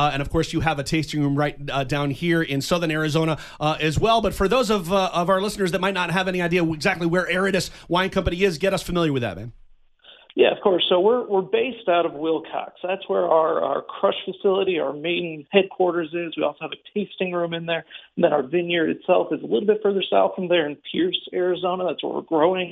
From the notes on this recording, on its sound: Called in from out of town. His first live radio interview.